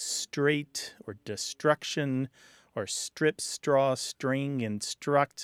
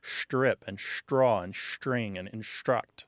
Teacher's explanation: What's happening is the tongue is moving forward on the palate. The tongue is involved in changing this sound. · Term: palatalization